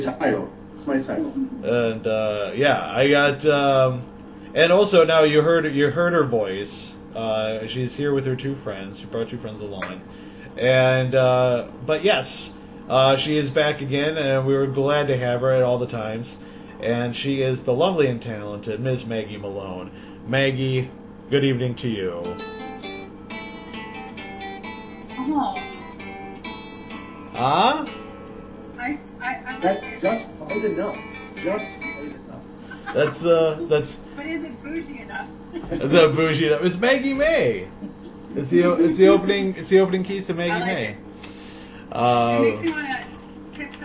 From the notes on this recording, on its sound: The audio is a little off this week